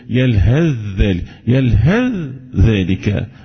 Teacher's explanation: حرفين متجانسين يعني متفقين في المخرج مختلفين في الصفات فبيحصل بينهم إضغام، فهنا كذلك يلهذ ذلك، يلهذ ذلك هكذا، ده بالنسبة للإضغام.